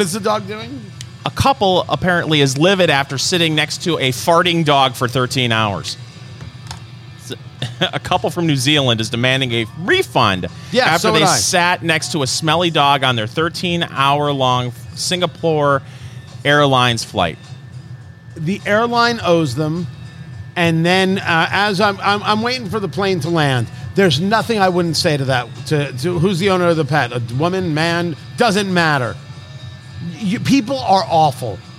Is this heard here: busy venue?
yes